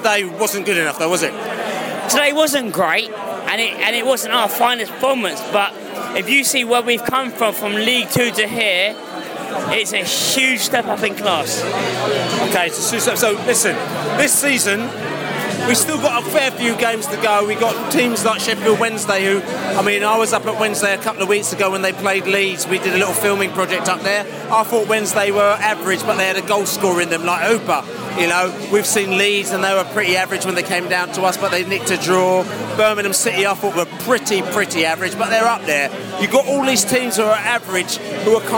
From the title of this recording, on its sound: post-match podcast from the pub